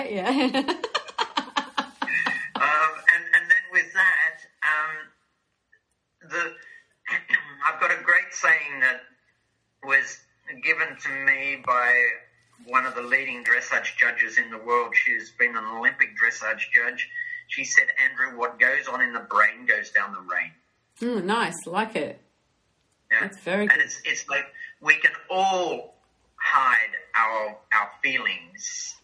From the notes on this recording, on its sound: had a fabulous catch up over Zoom